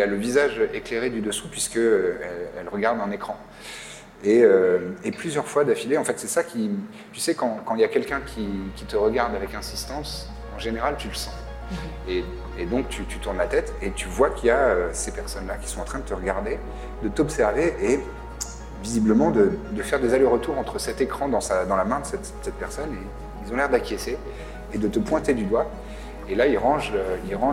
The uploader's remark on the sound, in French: Événement en public avec le Forum des Images, qui nous a accueilli·e·s dans sa plus belle et grande salle